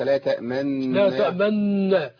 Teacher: يبقى ايه الاشمام اشاره بضم الشفتين بدون صوت